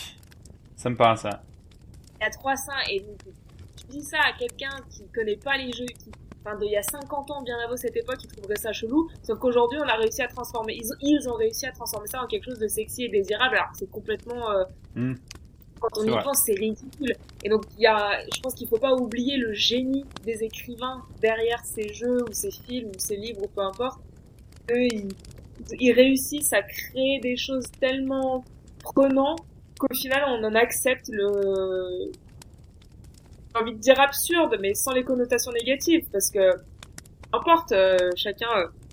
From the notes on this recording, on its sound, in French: La qualité du son sera peut-être inferieur a celle des épisodes précédents, toutes nos excuses pour la gêne occasionnée.